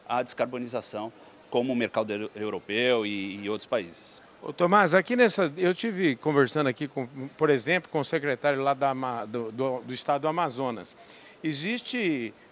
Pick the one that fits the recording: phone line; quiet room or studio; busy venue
busy venue